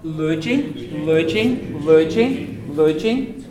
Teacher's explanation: What about the L at the beginning? It's the dental L.